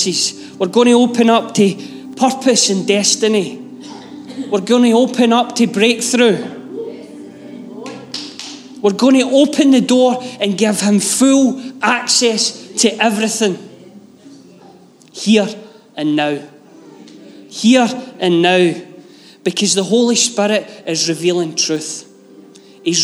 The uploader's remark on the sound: Live from our Sunday gathering on 06/11/22